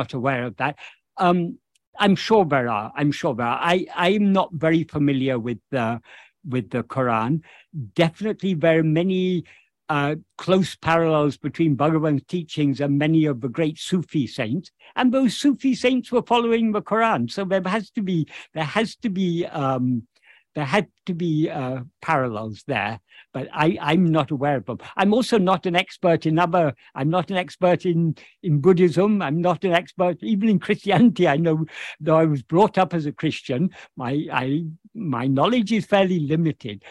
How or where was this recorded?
video call